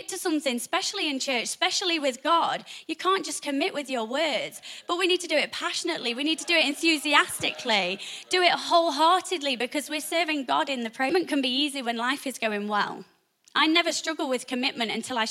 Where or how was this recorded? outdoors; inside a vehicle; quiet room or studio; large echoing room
large echoing room